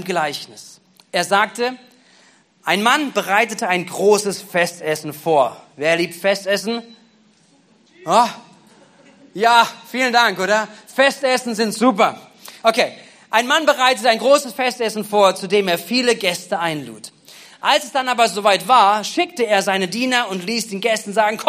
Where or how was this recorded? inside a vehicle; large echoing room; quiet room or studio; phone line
large echoing room